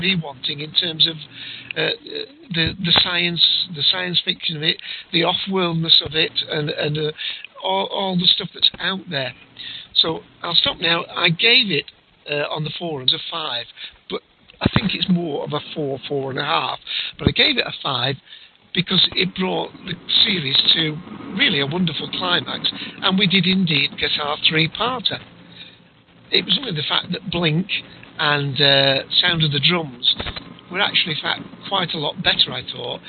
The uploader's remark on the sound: With live listener feedback. Recorded live on the net via TalkShoe on Sunday, 1st of July 2007. Note: This is a "Rough, Ready, and Raw" version -- this podcast episode is going out as it was recorded, with no post production work...